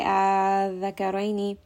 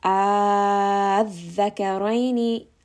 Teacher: Nabr meaning you raise the voice a little bit. Why? To emphasize this shadda. · Shown in: second take · Otherwise we don't want to say adhakaraini.